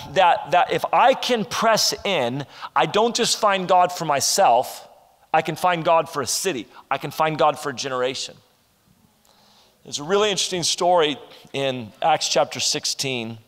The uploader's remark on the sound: This is session 1 from our Ignite Conference.